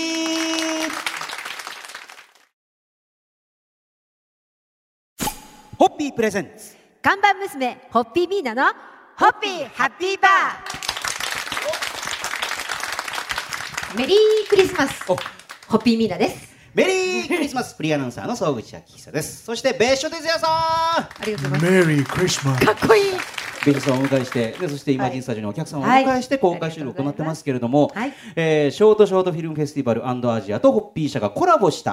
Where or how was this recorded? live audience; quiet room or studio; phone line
live audience